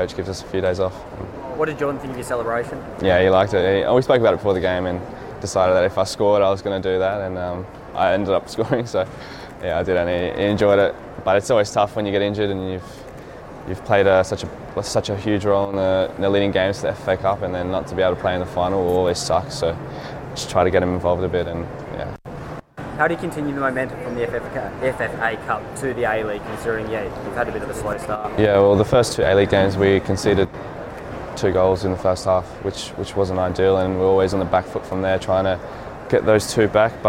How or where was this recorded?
busy venue